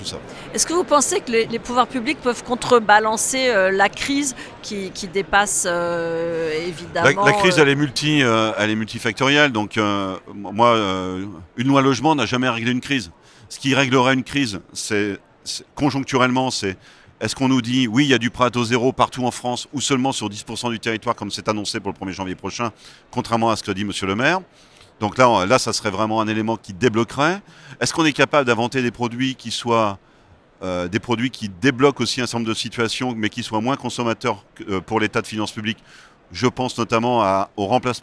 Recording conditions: busy venue